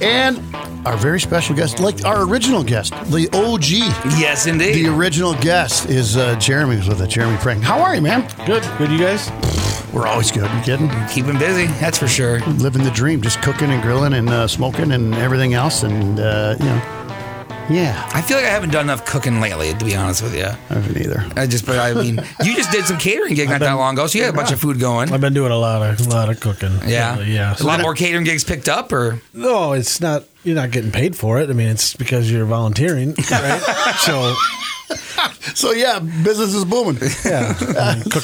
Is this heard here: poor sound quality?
no